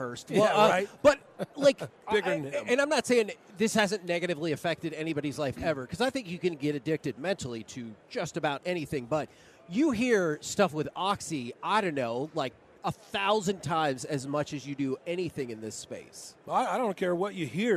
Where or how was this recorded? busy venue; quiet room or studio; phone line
busy venue